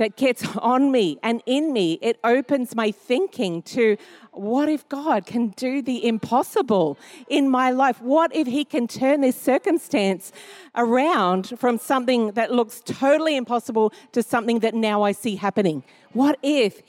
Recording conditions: large echoing room